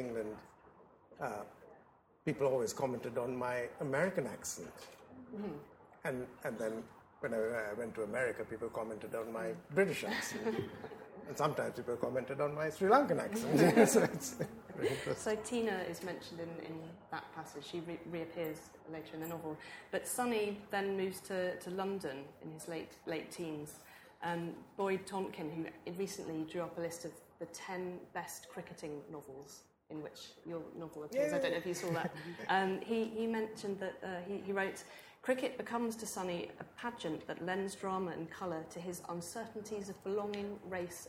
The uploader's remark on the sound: This episode is a live session from #ZEEJLFatBL2019.